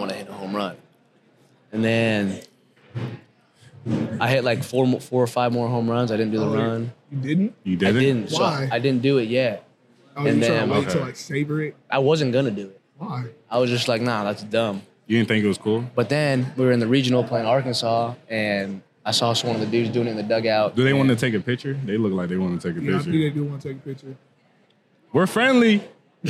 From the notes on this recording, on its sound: Recorded at Oklahoma State's Student Union on Thursday, January 25, 2024.